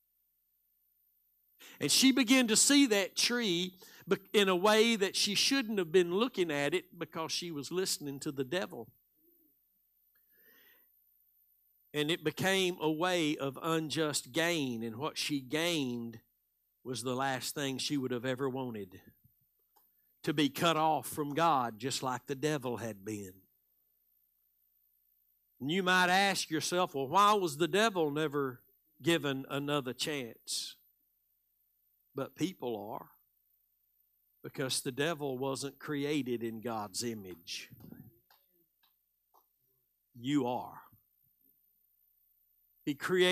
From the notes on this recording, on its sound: Live Sunday Morning Service